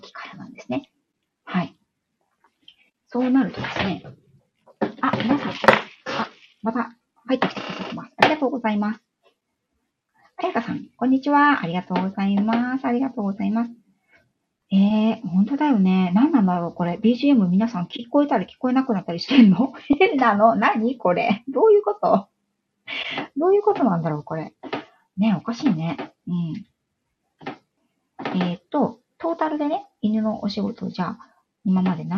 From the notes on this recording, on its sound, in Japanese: 今朝はライブの状態が不安定で、 音声やBGMが聞こえづらく申し訳ございませんでした。